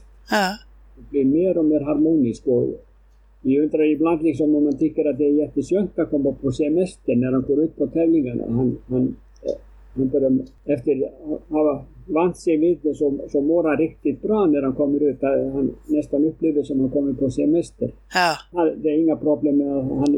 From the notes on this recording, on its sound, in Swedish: Beklagar det ngt "svajiga" ljudet!